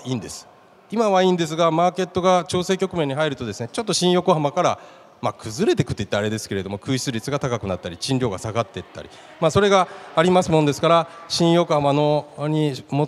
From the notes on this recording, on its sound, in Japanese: 2月24日に東京証券取引所で開催した「J-REITファン2018」に登壇した「ケネディクス･オフィス投資法人」のIRセミナーをダイジェスト版でお送りします。